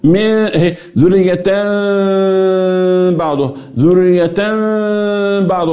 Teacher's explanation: تحقق لي الاخفاء الميم في الباء وتوصل الى اخفاء الميم في الباء بالغنة التي مخرجها الخيشوم يبقى ثلاث خطوات بتقلب النون لميم ثم تخفى الميم في الباء